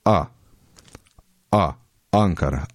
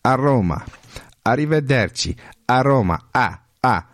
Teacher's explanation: Ankara diyorum ya bakın şimdi A A Ankara A aslında çok geride A gırtlakta yani · Shown in: first take